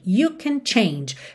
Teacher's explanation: o can, quando é na afirmativa, frequentemente ela é uma palavra mais fraca